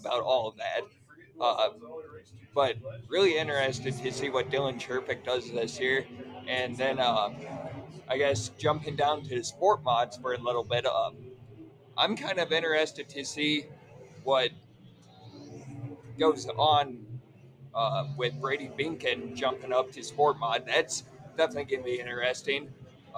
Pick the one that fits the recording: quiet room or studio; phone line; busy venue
busy venue